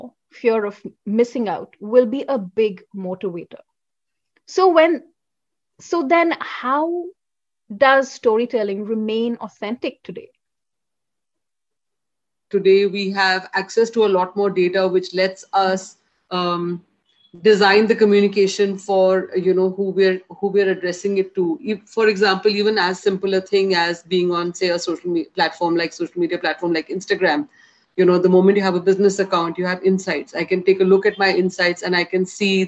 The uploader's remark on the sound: Virtually Recorded